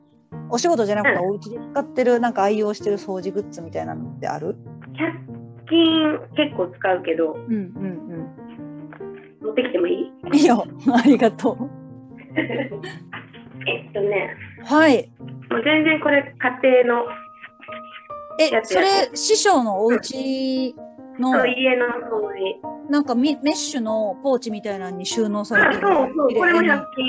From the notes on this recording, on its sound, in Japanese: Zoomインタビューです。